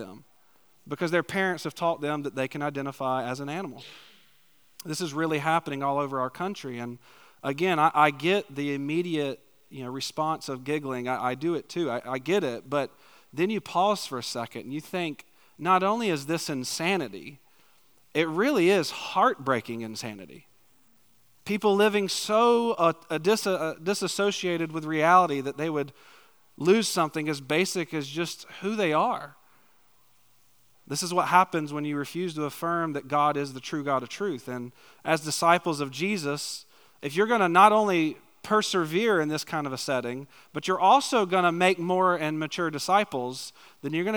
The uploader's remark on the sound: preached a topical sermon on the morning of March 26, 2023, at Chaffee Crossing Baptist Church in Barling, AR.